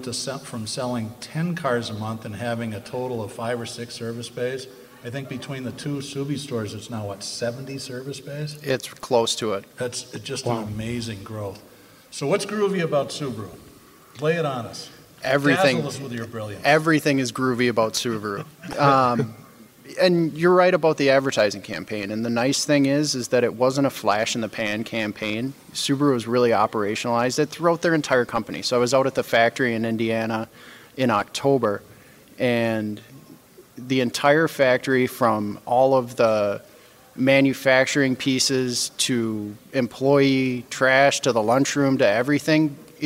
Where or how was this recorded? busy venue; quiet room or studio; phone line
busy venue